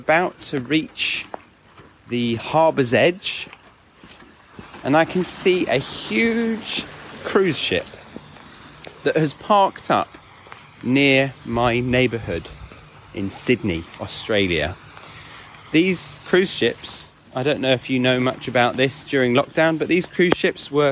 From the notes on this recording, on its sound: takes you out of the sound booth and on a quick dog walk to try a new "authentic" style of recording